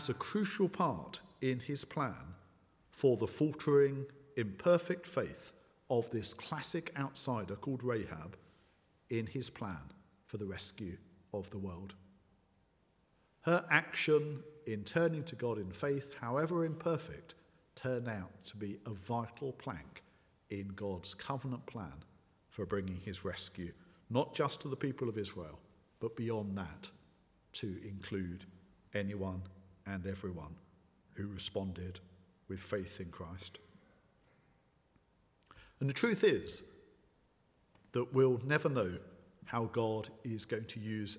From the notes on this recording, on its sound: at the 11 o'clock service